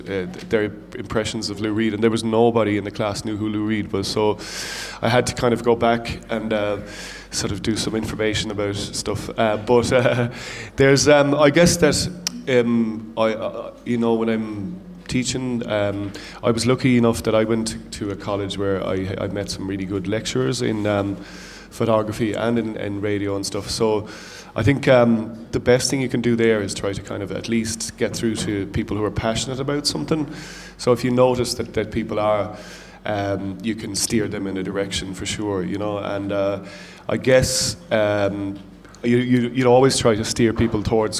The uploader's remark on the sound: live at It Takes A Village